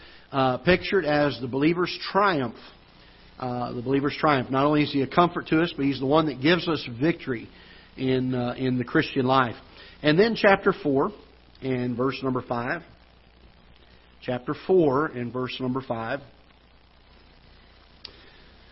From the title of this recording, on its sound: Ketha Heights Baptist Church ~ Live Broadcast